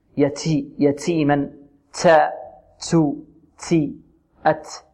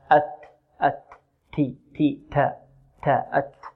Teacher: والتاء تخرج من طرف اللسان مع الحنك الأعلى · Shown in: second take